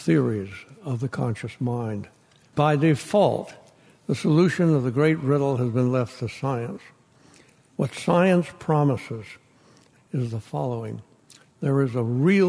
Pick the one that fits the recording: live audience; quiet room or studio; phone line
live audience